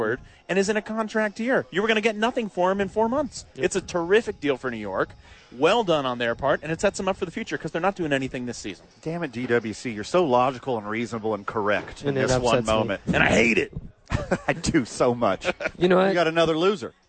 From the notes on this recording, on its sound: live from ABQ AXE!